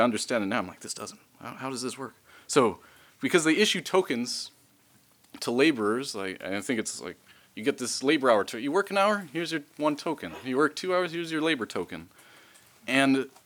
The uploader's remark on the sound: Recorded at the Mises Institute in Auburn, Alabama, on 27 July 2023.